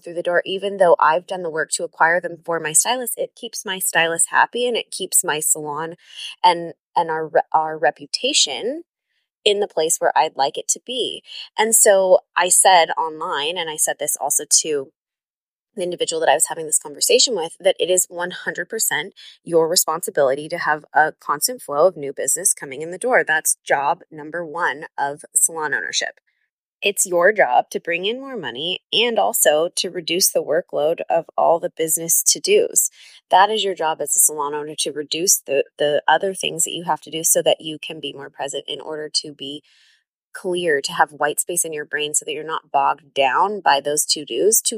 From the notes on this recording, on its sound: This episode was recorded in the car on my way home from a business intensive in the heart of the Arizona desert, so excuse the noise.